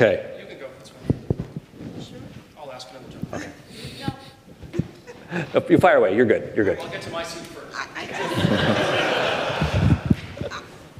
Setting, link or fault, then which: setting, live audience